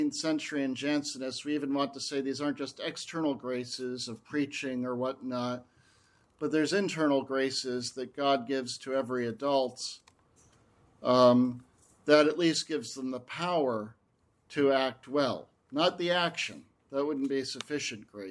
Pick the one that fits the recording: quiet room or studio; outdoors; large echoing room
large echoing room